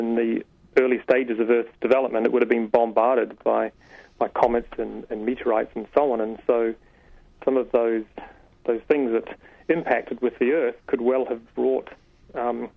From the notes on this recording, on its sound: Over the phone. In the studio.